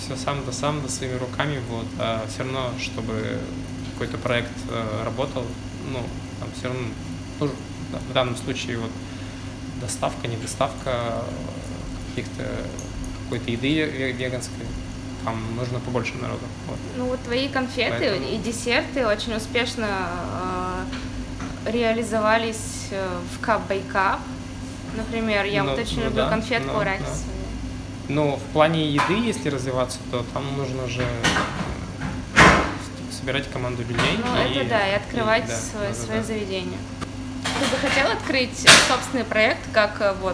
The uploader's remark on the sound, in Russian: Вырезанные из прошлого минуты, между закрытием смены в lemon tree и дорогой домой. Под звуки дребезжания кофемашины, воды из под крана, движение дорог.